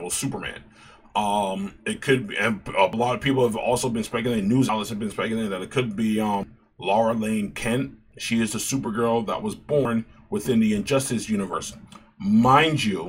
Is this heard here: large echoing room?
no